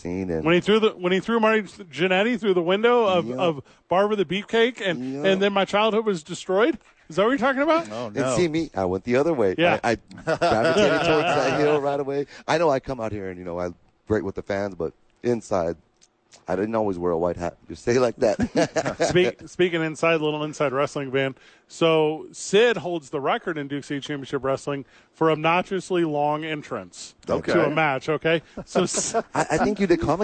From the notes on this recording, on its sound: live from the ABQ Dukes Store